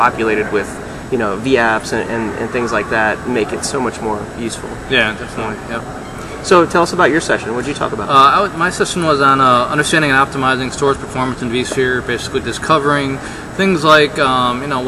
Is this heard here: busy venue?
yes